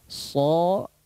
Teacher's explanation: Kalau so, dia akan meninggi pangkal lidahnya, apalagi ada sifat itbaq, ya. · Term: isti'la